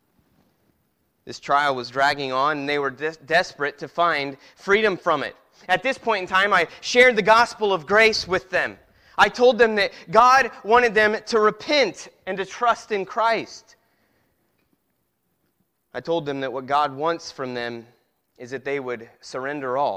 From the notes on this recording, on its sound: Preached at Christian Fellowship Church, Peru Indiana.